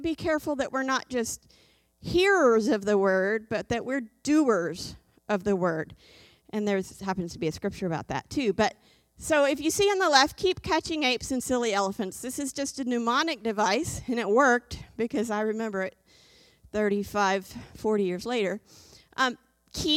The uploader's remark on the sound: This JAT was recorded live on January 9th, 2022 at Newark United Pentecostal Church